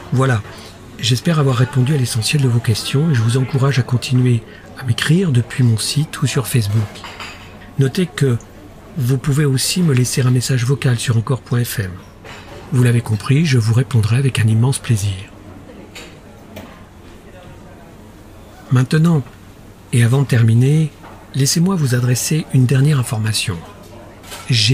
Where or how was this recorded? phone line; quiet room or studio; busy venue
busy venue